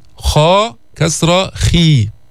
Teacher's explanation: الخاء ما فيها إطباق، الخاء من الحروف المنفتحة